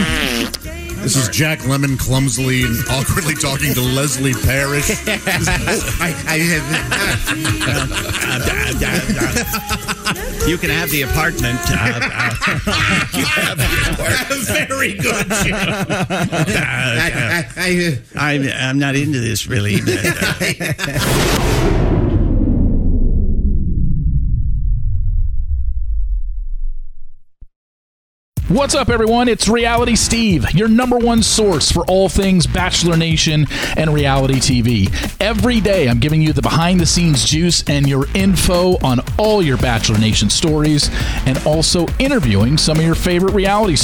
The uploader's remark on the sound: Juggles Phone Calls at the Airport